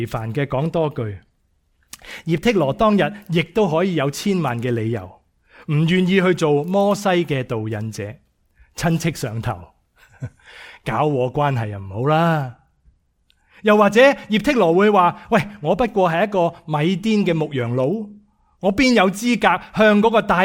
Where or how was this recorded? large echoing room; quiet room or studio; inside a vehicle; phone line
large echoing room